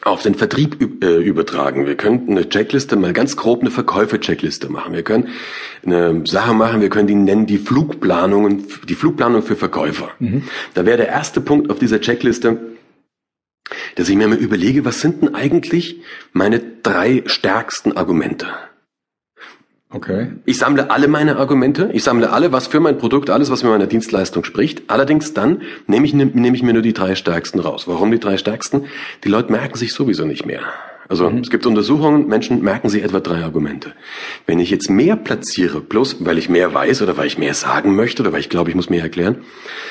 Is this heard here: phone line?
no